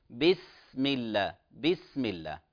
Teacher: السين ساكنة وفيها صفة الهمس